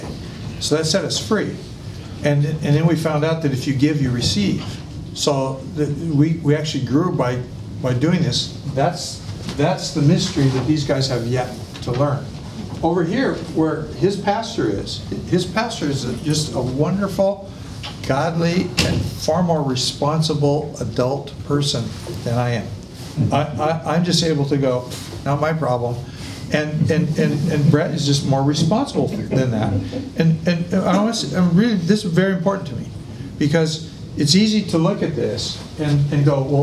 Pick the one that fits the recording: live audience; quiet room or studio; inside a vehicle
live audience